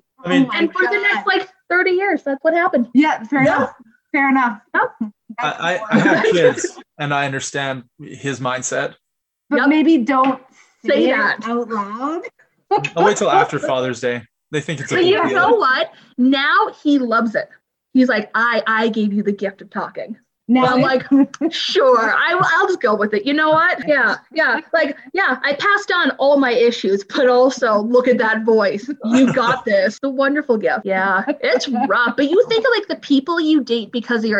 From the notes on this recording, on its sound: First off, we are sorry about the sound issues. We had a microphone problem and did the best that we could with it.